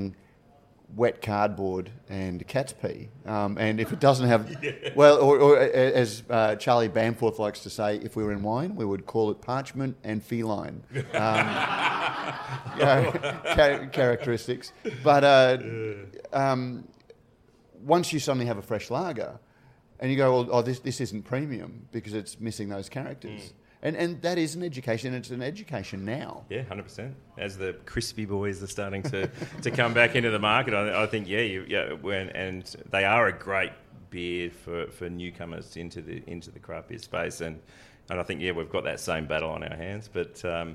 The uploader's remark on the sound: Recorded live in front of a studio audience. This conversation took place as part of the first birthday celebrations at Brisbane’s My Beer Dealer, one of Brisbane’s best bottleshops.